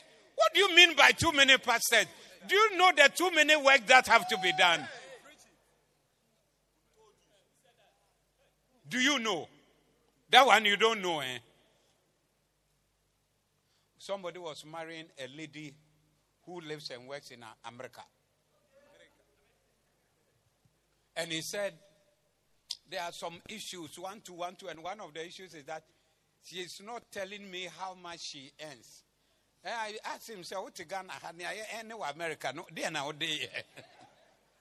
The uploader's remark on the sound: Preached at the Zeloo Service 28052023